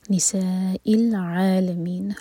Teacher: سا مد متصل، اس کے بعد حمزہ پر کٹ آف ساؤنڈ. نساء العالمین، عین حلق سے.